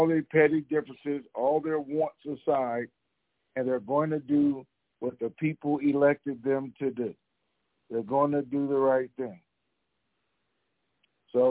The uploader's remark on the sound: TNTSuperfantastic Conference Call